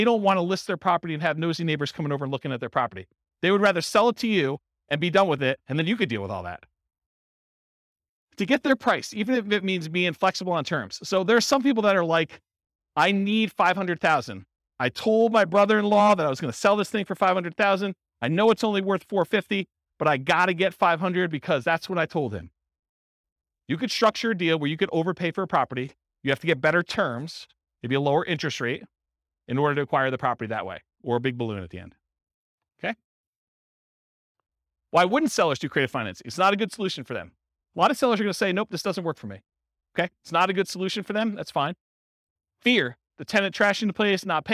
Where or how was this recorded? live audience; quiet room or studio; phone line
live audience